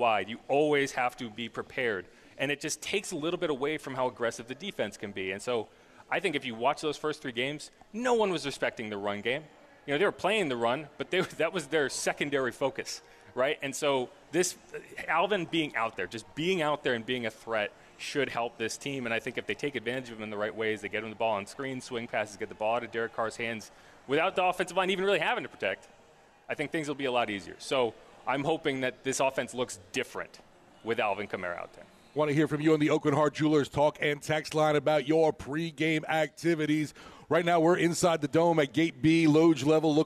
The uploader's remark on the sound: LIVE from the Dome